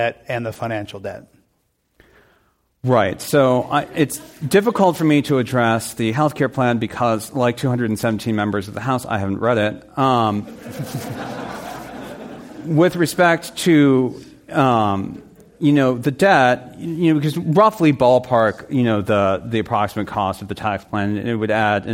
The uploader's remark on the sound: This program was recorded live at The Commonwealth Club in San Francisco on May 8, 2017.